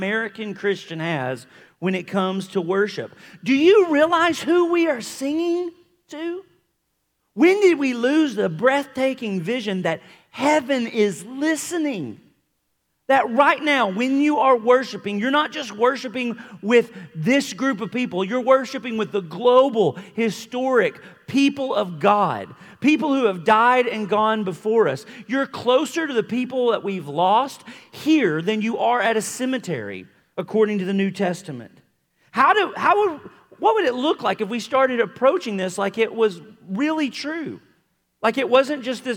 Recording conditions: live audience